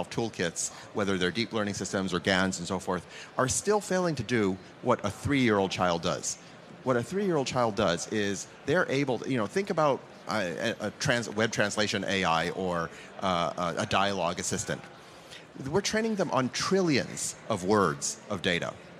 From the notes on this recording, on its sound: In a special episode of the Agenda Podcast recorded live at the The AI Summit in London we asked a panel of experts.